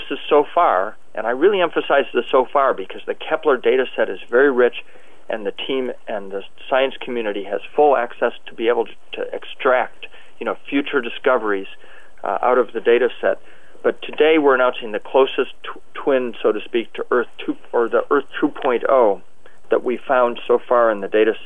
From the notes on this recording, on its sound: Listen to the NASA teleconference where the announcement was made.